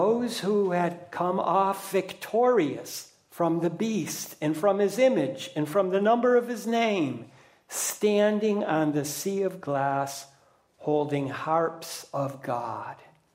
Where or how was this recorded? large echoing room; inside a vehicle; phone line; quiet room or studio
large echoing room